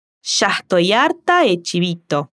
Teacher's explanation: en la partícula D, la letra D suena muy débil, casi no se escucha